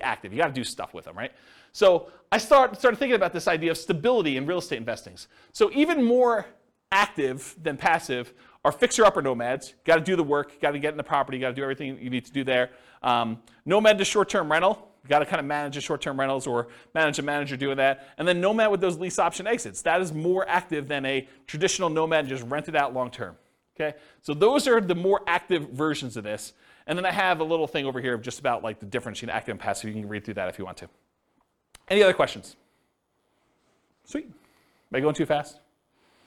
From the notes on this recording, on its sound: This was a live class recorded